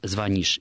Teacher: до сих пор в русском языке единственно правильным вариантом будет ударение на окончание